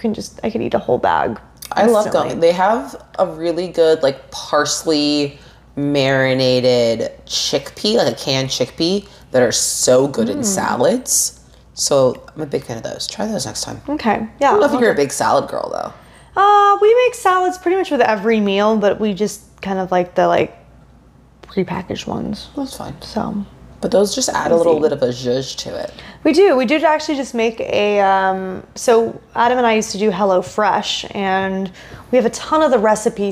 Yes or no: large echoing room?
no